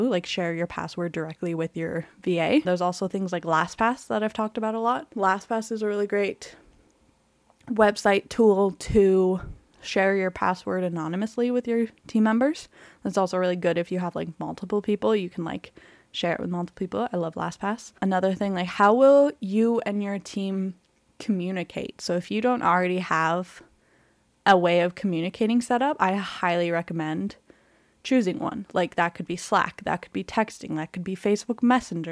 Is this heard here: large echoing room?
no